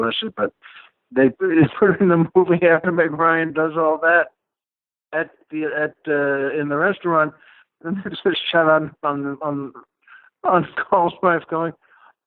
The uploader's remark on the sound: Is off shooting a movie in New York, but isn't too busy to call in and chat on the phone at the top of the show!